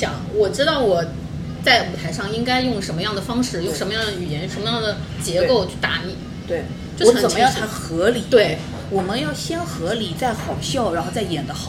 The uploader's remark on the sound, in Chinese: 本次录制花费：洋风炭火屋 398元，整2期！